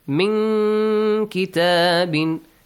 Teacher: nun sakin plus kaf ikhfa, hide the sound